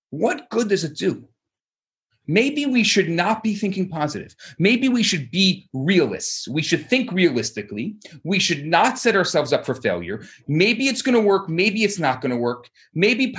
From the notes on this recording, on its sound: Recorded Live on Zoom